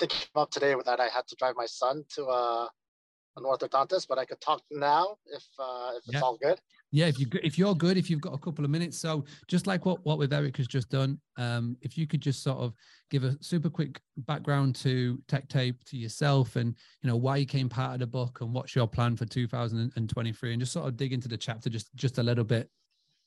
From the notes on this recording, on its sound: Zoom Call Start